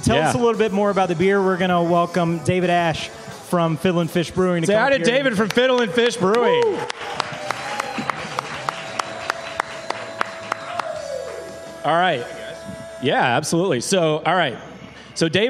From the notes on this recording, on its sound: LIVE FROM FIDDLIN' FISH. Listen back to our first ever live show! Hear from the various run clubs that hang out at the brewery through the week.